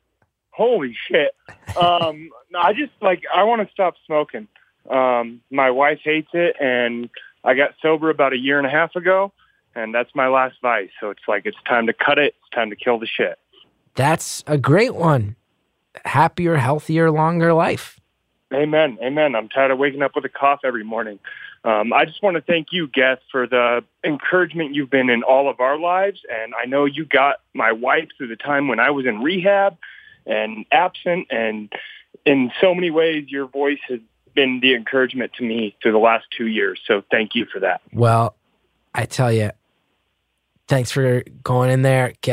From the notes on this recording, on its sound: Listeners (including a surprising number of aspiring novelists) called in for a series of brief one minute calls